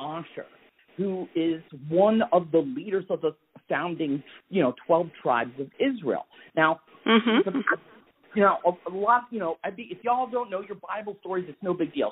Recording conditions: phone line